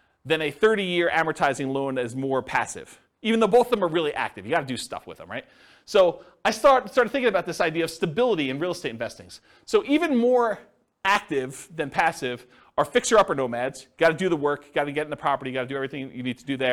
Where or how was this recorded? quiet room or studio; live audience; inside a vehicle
live audience